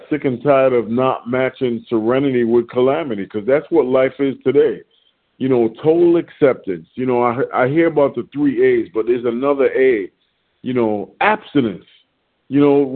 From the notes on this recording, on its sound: 100 Pounders Phone Meeting, 11/11/23